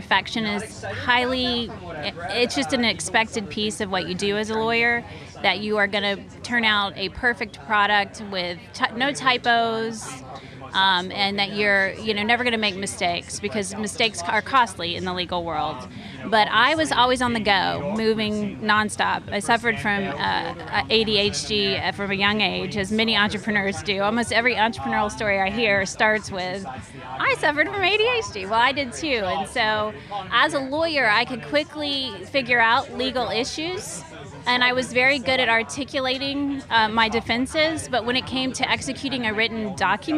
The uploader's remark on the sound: This episode was recorded live